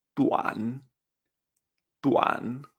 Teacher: La terminación UAN siempre la vamos a decir WAN, como suena en español.